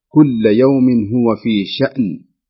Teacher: ينتبه للهمزة ويحاول بقدر الإمكان أن يسكنها. لا تقلقل.